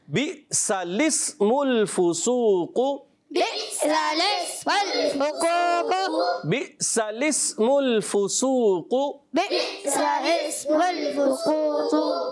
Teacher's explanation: جو ہے یہ بھی گرا یہ دونوں گر جائیں گے اور ڈائریکٹ ہم لام کو سین سے ملائیں گے · Term: حمزہ وصلی